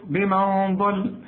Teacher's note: نون مش هستعمل فيها لساني، وبعدها الضاد، الضاد مفخمة، من أجل الضاد هي أنا هطلع الغنة تخينة عشان من أجل الضاد.